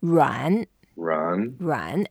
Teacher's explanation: when you say it, we can curl our tongue, curl our lips a little bit. 软, 软, 软, and then because it's very soft, you can just try to make it soft when you say it.